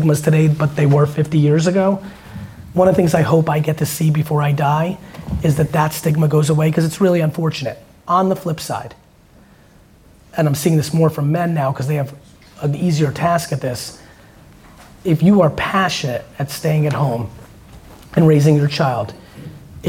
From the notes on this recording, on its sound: Today's episode is a segment of a recent VeeFriends meetup I did in Germany with some very awesome VeeFriends holders. During the Q&A portion.